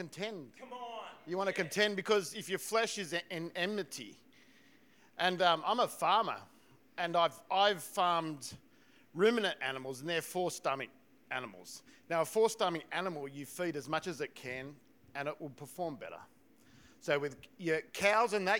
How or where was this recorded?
large echoing room